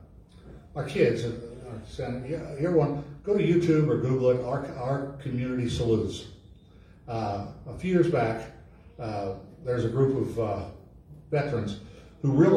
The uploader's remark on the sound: LIVE from Calvary